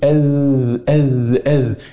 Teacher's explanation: عندما أقول أذ أذ أذ اللي بيحصل مرور الصوت عادي، جريان الصوت عادي، اللي أنا بسميه رخاوة